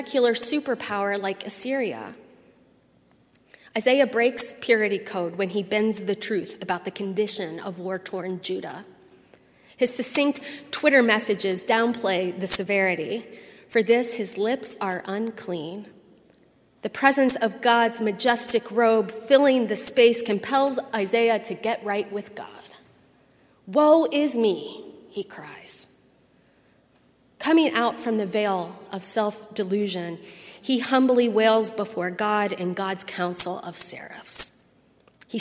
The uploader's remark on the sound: at Highland Baptist Church, Louisville, Kentucky